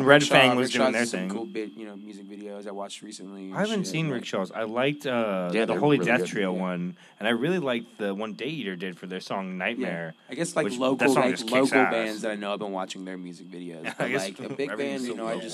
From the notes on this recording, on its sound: Taking over the stage of Indian Roller in Austin, TX on Mondays we will be joined by guests (when available) to listen to and dissect the new music released. Recorded Live at Indian Roller in Austin, TX.